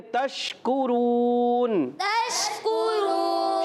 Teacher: تشکرون شین میں تفشی ہوتی ہے، منہ میں آواز پھیلتی ہے مگر پھیلنے میں آواز یہ نہ ہو کہ آواز لوٹ جائے یعنی شین ہل جائے، شین کو ہلانا نہیں ہے، یہ آپ نے خاص خیال رکھنا ہے. آخر میں کاف کو باریک رکھیں گے